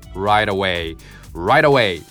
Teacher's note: 実際は母音に挟まれてるので、ね、ちょっとこの濁らせ気味で低めの L でスムーズにつなげましょう。ra,みたいな感じよ。right away, rightaway。こういう一つのフレーズなので、もう音の塊で覚えちゃいましょう。